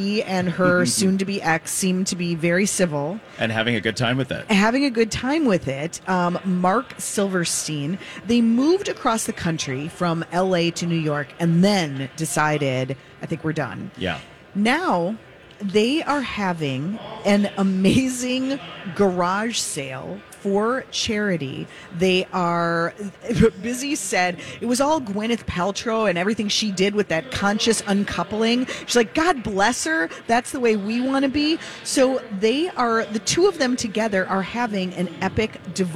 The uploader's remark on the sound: Broadcast live from the Minnesota Golf Show in the 2nd hour.